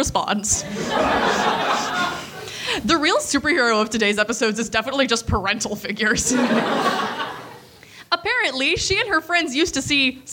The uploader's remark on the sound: LIVE in CHICAGO!!! Since we're both on opposite coasts, your Cryptid Keeper hosts decided to meet in the middle and do a live show in Chicago!!! Pardon our various plosives and various other mishaps that come with live show audio.